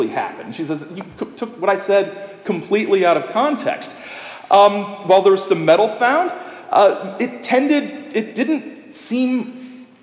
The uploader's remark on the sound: This is the talk I gave on September 30 at the 50th Anniversary Festival commemorating the Shag Harbour UFO Incident in Shag Harbour, Nova Scotia.